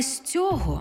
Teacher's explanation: займенник без прийменника хоч і має наголос на закінченні, але з прийменником у тому ж відмінку на основі